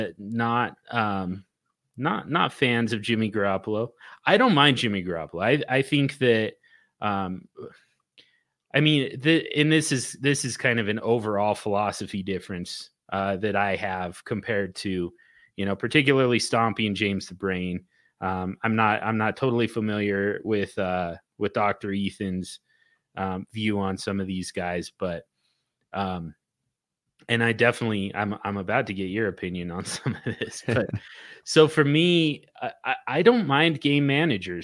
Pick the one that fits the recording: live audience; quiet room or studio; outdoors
quiet room or studio